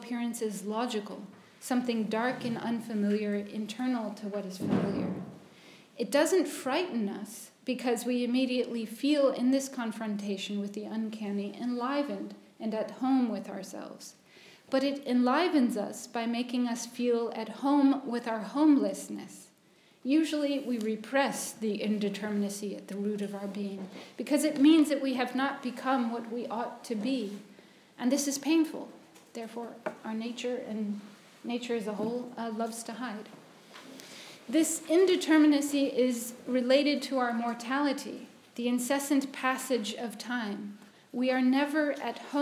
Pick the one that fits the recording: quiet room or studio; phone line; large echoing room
large echoing room